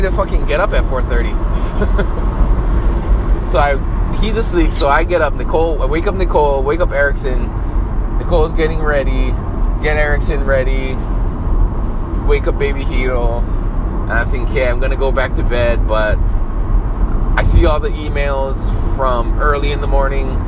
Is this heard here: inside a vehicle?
yes